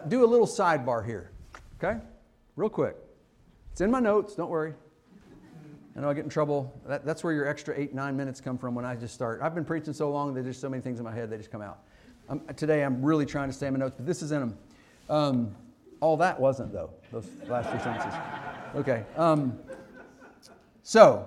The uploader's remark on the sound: Fuquay-Varina church of Christ sermon audio from Sunday, February 25, 2024.